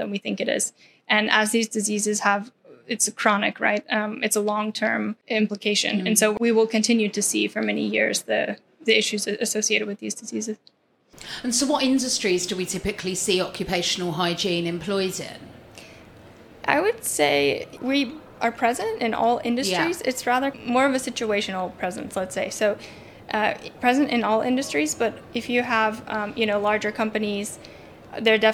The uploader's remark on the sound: Recorded live from the 23rd World Congress on Safety and Health at Work 2023 in Sydney, Australia.